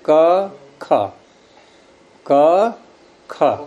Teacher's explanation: तो इस तरह से यहाँ हमने जब क बोला तो आप देखो, क बोलते समय वायु को निकालने में या कोई आगे रुई या इत्यादि कागज रख के देखो कि कितना हिलता है वो, और ख बोलने में कितना हिलता है, अंतर दिखाई देगा। तो ख में वायु को हमने अधिक वेग से निकाला है